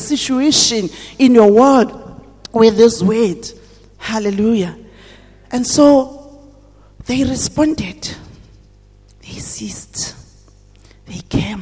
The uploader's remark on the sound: at GTCFC City Campus at the morning service